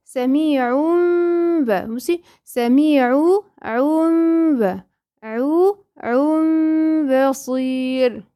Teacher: الغنة عند الباء بالسكون، يعني شفايفك مش مضمومة